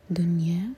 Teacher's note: زین السماء الدنیا، دنیا نون پر سکون اظہار، تو نہ تو کسرہ کی آواز آئے اور نہ ہی قلقلہ ہو